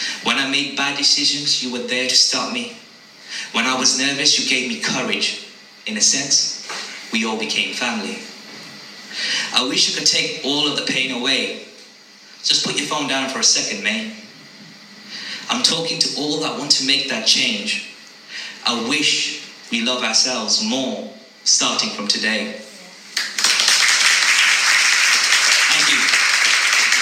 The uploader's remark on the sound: Live At Potery Jam At Waylands Yard Brimingham. The audio is from his live performance from there.